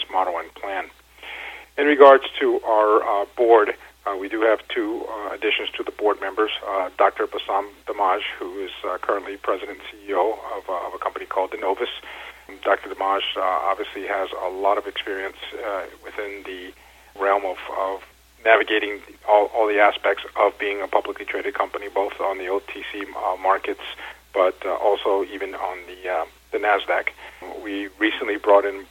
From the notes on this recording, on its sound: called in to SmallCapVoice